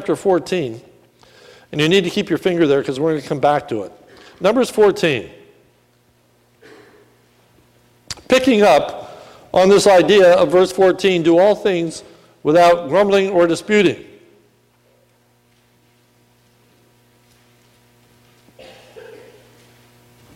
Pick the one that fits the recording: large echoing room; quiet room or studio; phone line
large echoing room